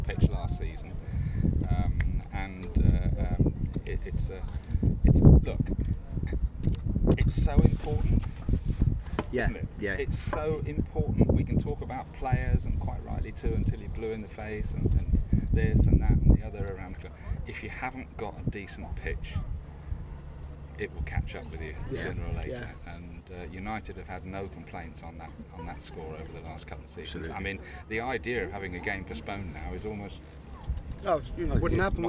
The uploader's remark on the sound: headed down to the beach to record the podcast